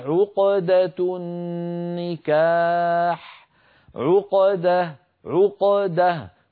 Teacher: عقدة النكاح أكون قد جعلت القاف الساكنة متأثرة بالفتحة التي بعدها فالقاف ساكنة لا تتأثر بالضمة قبلها ولا الفتحة بعدها